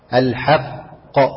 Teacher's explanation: يحسدون حسدا من عند أنفسهم من بعد ما تبين لهم الحق. الوقف عند الحق القاف مقلقلة مقلقلة كبرى لأن الحرف هنا مشدد الحق. فاعفوا واصفحوا وقف